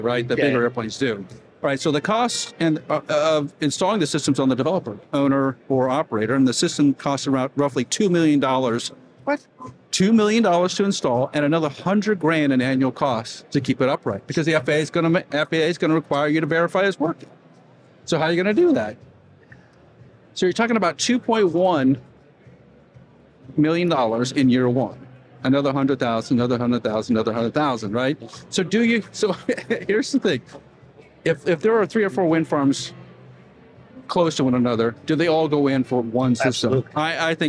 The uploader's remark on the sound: Live from Wind Europe 2023 in Copenhagen